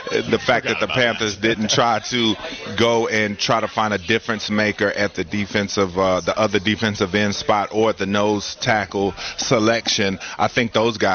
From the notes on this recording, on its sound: live from the Wells Fargo Championship